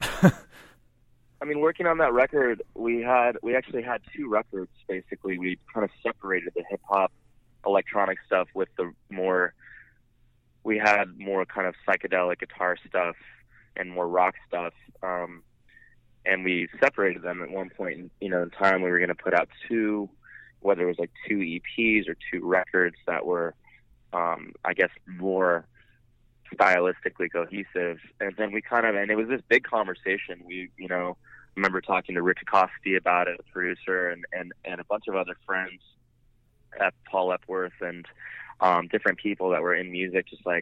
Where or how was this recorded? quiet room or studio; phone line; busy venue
phone line